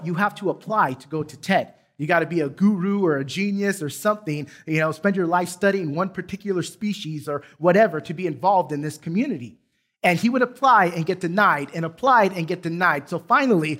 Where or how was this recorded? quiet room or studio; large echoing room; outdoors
large echoing room